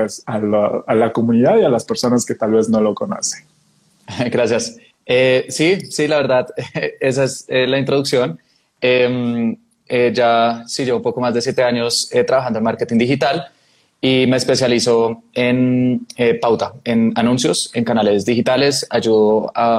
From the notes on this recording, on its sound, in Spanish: Grabación de un Instagram Live